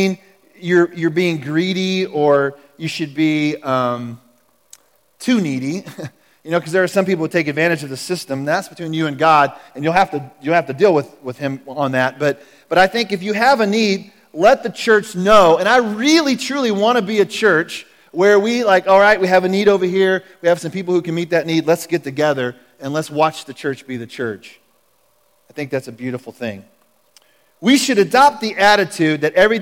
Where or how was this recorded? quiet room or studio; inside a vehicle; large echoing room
large echoing room